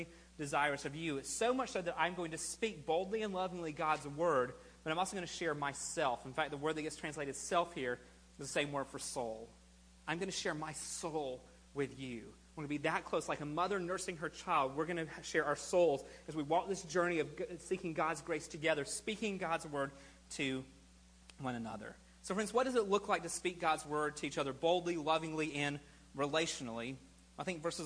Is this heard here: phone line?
no